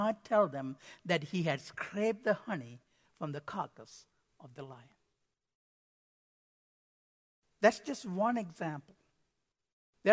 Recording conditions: large echoing room